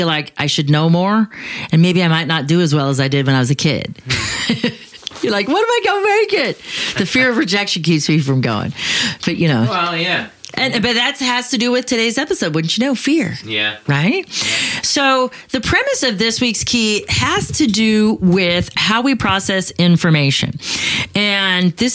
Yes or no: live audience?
no